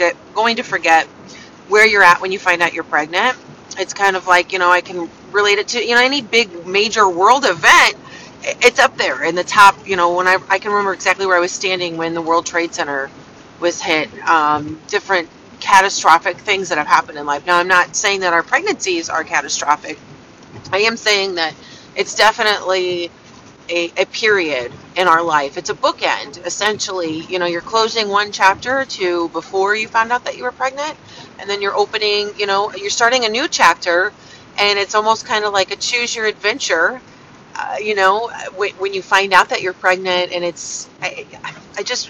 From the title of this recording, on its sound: Thoughts from the car!